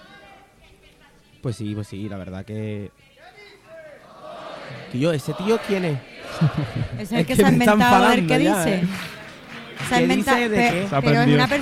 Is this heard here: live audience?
yes